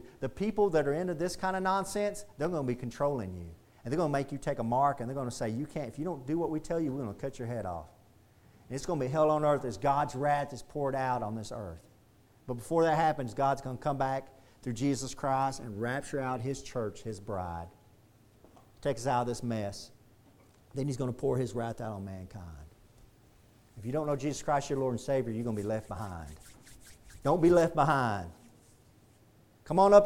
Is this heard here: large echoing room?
yes